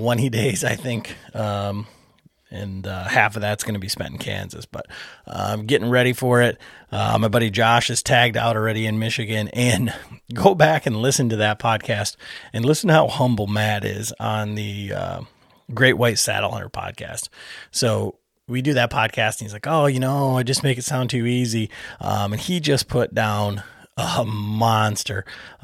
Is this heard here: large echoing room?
no